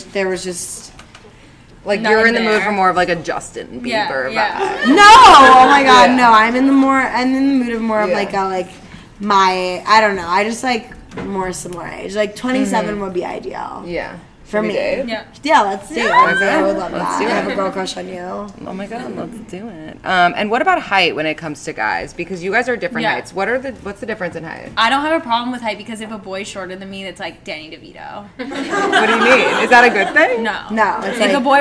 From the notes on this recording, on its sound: our first live podcast